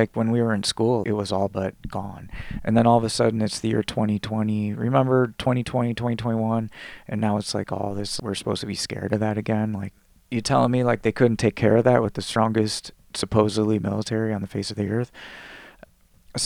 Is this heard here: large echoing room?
no